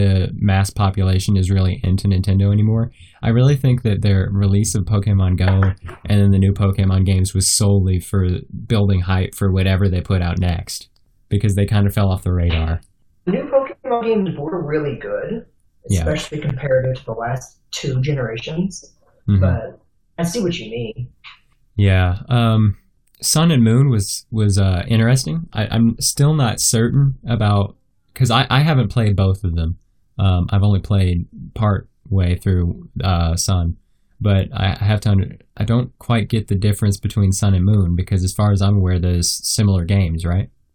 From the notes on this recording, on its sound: I apologise for the horrible audio quality in this episode, we were running out of time to fix the issues, so we fixed what we could.